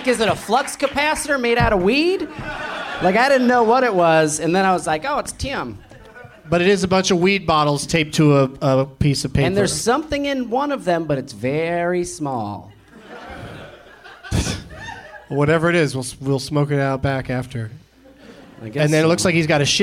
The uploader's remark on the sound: Live from Cinefamily in Los Angeles